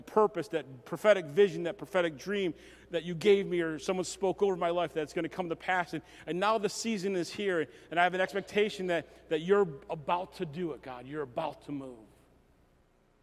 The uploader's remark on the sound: message recorded at Southtowns Christian Center